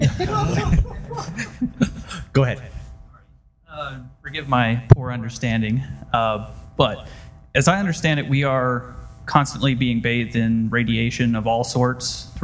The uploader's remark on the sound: Live from DragonCon 2014